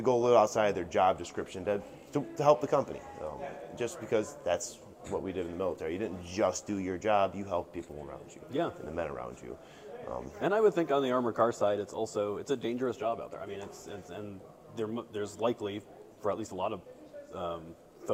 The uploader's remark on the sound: live at IACOA in Dallas, TX